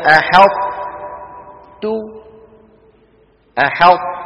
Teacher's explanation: فأحدت ما أحد يقول أحدت ولا أحد يقول أحاطت. كانت العرب تدغم الطاء في التاء في مثل هذا ولكن تبقي صفة الإطباق ظاهرة